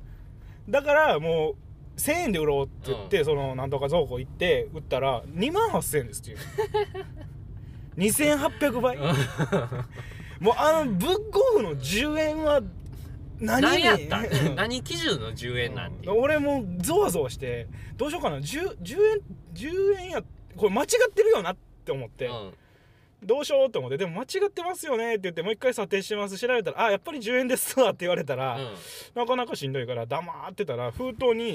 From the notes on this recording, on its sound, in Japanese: 撮って出しのおまけ配信。ぐちゃラジの車窓から。